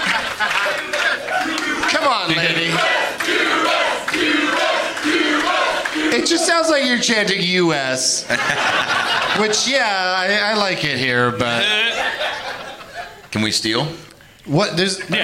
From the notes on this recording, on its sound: Live from Hyena's Comedy Club in Dallas.